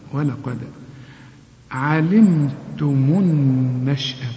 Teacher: القاف هي المفخمة الدال هنا لازم تقلقلها